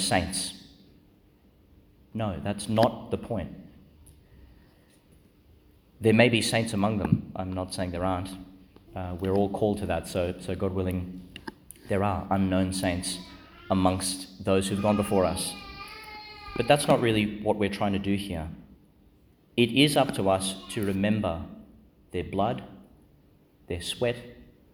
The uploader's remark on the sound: Homily for ANZAC Mass, delivered at Our Lady Star of the Sea, Gladstone, Qld.